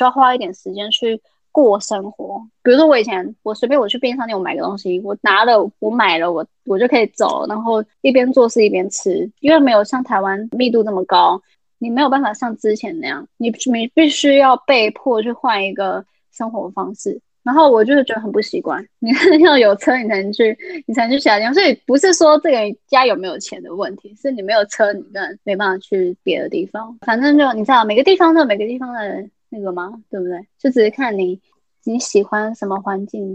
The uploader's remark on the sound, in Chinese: 因為她在美國 所以一樣是用遠距離的錄音。錄音品質沒有到很好 而且網路問題也有稍微小卡。